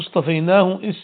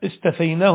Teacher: أبدلت التاء طاء لتناسبها مع الصاد في الإطباق · Shown in: first take